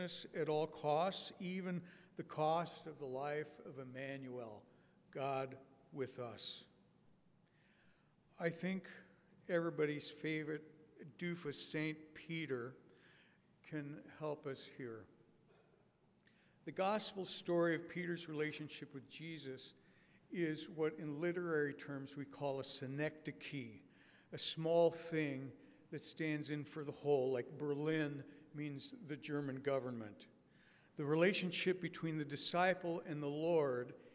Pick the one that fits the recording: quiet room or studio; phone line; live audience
live audience